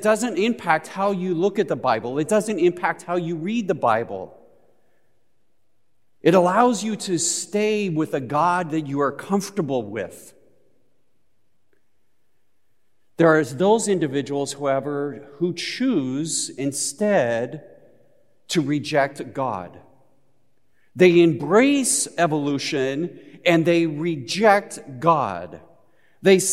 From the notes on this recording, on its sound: Recorded live at Beatitudes Church in Phoenix, AZ